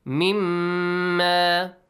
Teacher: So it produce a nasal sound for mushaddad mim for two counts.